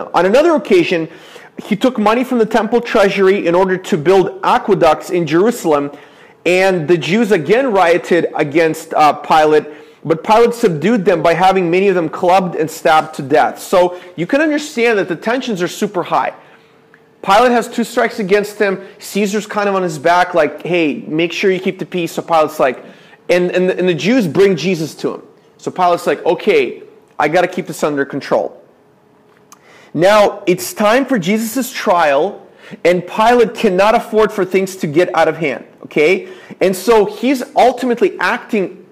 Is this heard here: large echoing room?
yes